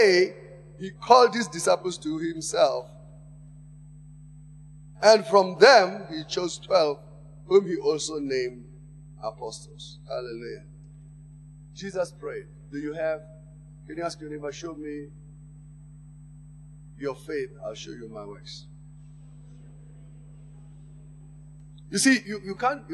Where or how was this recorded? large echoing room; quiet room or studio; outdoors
large echoing room